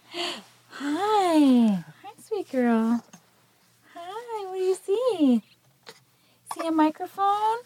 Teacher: So I heard sort of a breathy quality to this, a breathiness.